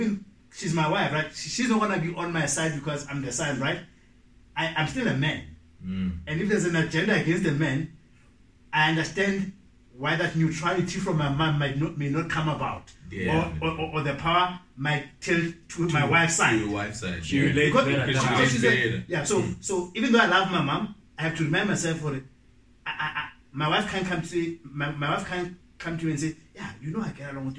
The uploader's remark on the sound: The audio quality is not as clean as usual due to some technical difficulties we have been facing lately.